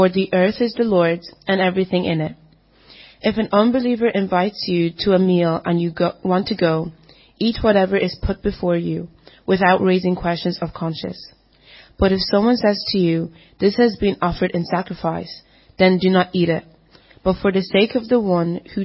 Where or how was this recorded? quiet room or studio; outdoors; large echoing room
large echoing room